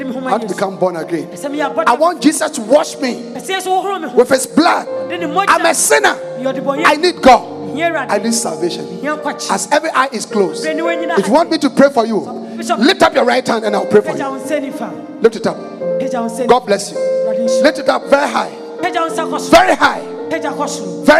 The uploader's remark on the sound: Preached at the Jesus Encounter Service